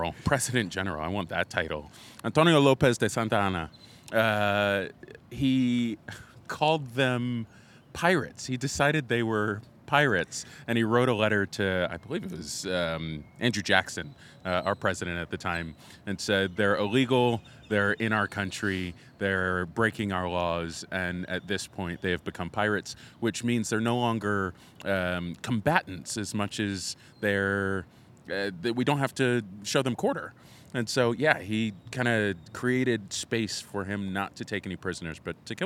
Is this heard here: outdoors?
yes